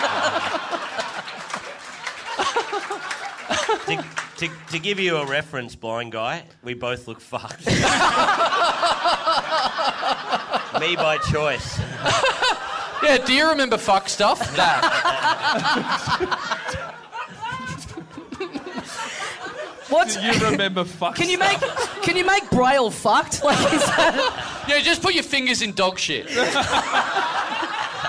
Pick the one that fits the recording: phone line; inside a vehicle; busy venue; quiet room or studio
busy venue